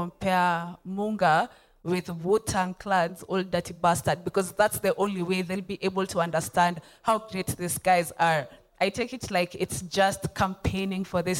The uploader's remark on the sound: Here is the first conversation recorded at VIP ACCESS Podcast's first live recording and pop-up event (Dec 3 2023).